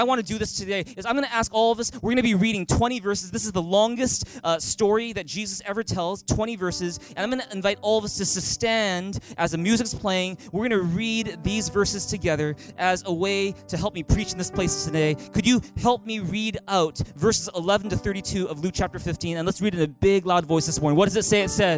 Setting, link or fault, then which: setting, large echoing room